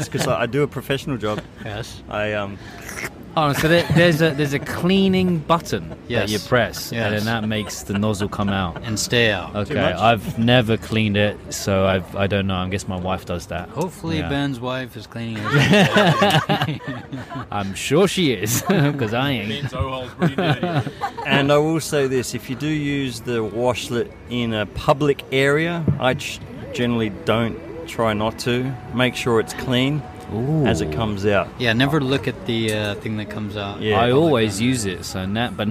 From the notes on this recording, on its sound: recording at the Beer Garden in Odori Park, which is in the middle of Sapporo City, along with a couple of friends who came to show their support